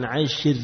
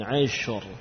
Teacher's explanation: berarti ra-nya dibaca tebal karena ra itu sukun didahului harokat fathah · Shown in: second take · Ash, ashur, ya, bukan ashir, tapi ashur, tebal.